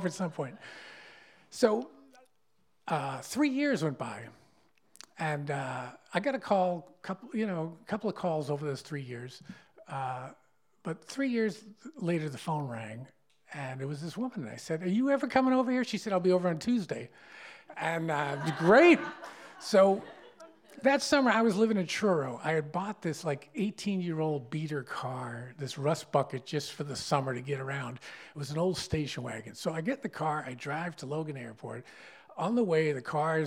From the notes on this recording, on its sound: These stories were told and recorded in front of a live audience. At Wellfleet Preservation Hall in Cape Cod, Massachusetts.